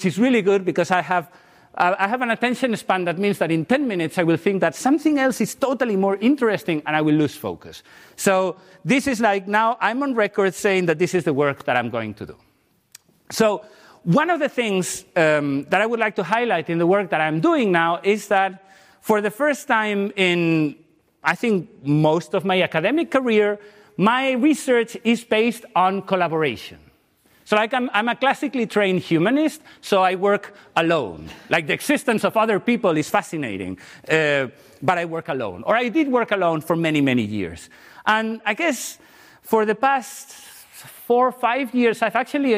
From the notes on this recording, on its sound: The lecture will take place at 13:00 in Auditorium 2.